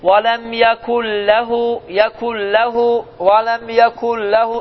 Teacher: M səsi oxunmayacaq və ikinci hərf isə şəddələnəcəkdir və səs burundan çıxmayacaqdır qətiyyən. Baxın. Və ləm yəkul ləhu, yəkul ləhu, və ləm yəkul ləhu səs çıxmır. · Term: idğam biləğunnə